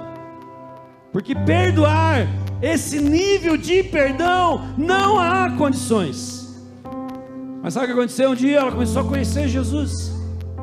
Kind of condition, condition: setting, large echoing room